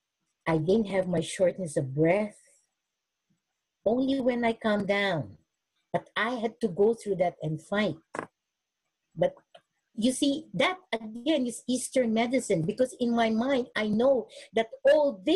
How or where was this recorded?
video call